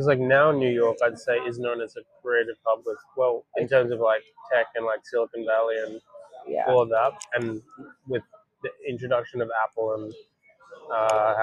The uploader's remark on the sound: We recorded this in a coffee shop so I hope the audio is ok.